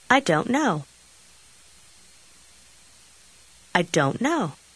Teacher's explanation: Заключительный звук в слове don't почти исчезает, и слова практически сливаются в одно.